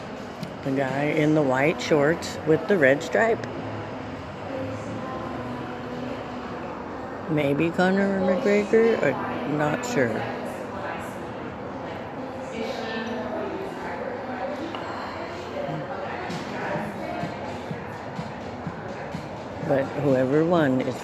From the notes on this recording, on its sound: Sharing my inner thoughts while walking. I am on my way to listen to sounds along the way.